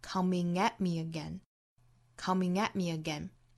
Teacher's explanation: 这里面的 at 是不做虚词弱读的，在固定习语之中虚词做重读，像这里面的 at 就要做重读